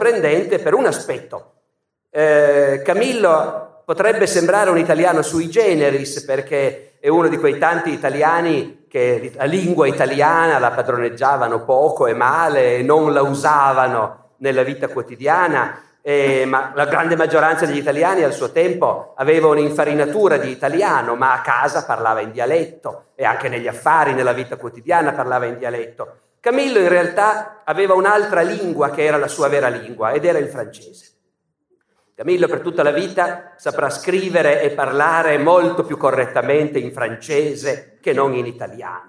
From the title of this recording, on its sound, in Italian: Teatro Nazionale di Genova, 2019